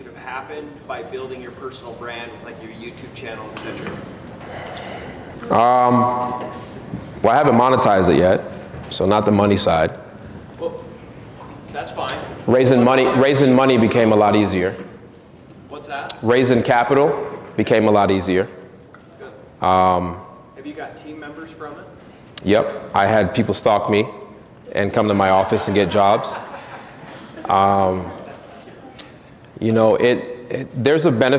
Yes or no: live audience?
yes